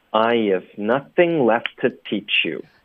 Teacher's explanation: 大家一定要学会掌握 I have 轻轻的把这个小 v 浊化成一个轻化的 f 读出来